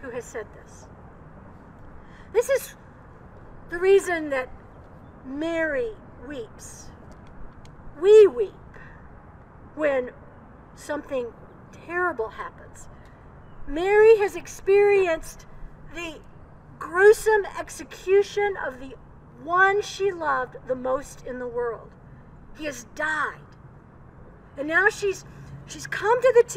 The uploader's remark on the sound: Old South Presbyterian Church - Worship on April 4, 2021. Recorded outside. Coming to you from Old South Presbyterian Church in Newburyport, MA.